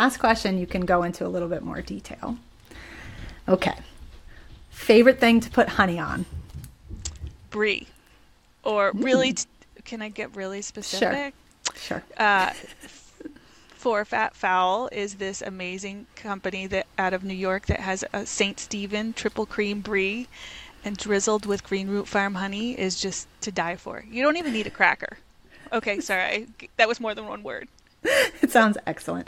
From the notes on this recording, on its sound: Live from her beehives.